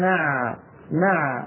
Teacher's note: العين هذه بين الرخو والشديد من حروف زين عمر، فزمنها مساو لإيش؟